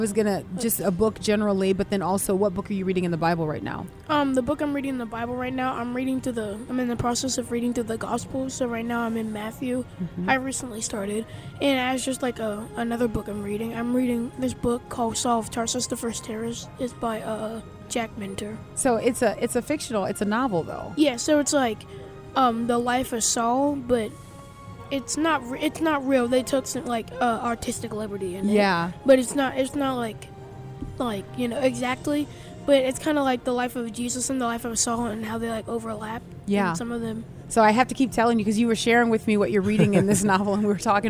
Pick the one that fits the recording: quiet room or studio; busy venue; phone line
busy venue